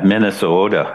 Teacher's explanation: even though Minnesota is spelled with a T at the end, if you're on the range where lots of the curling happens, it's actually pronounced with a D.